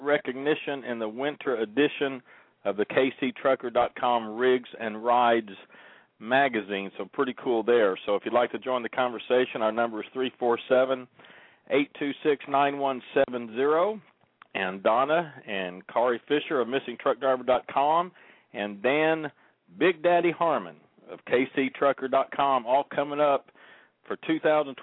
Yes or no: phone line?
yes